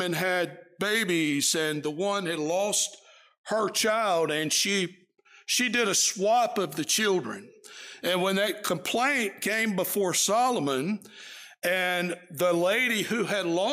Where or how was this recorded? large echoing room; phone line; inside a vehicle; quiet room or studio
large echoing room